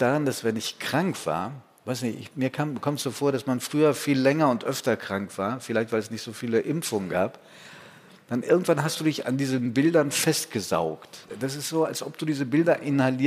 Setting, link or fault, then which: setting, live audience